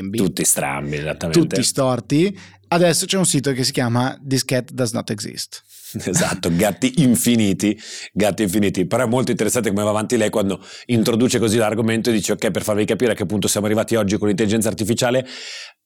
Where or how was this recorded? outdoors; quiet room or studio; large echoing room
quiet room or studio